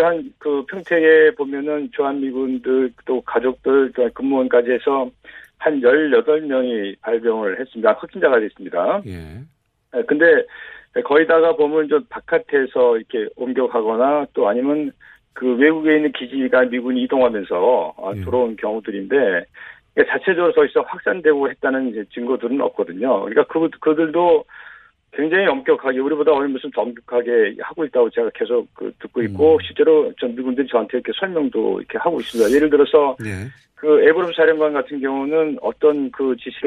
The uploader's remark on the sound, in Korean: 전화연결